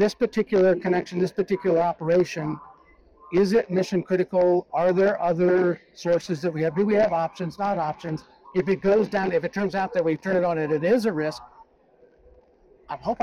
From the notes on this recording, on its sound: it’s a double Interview in Action live from ViVE 2024.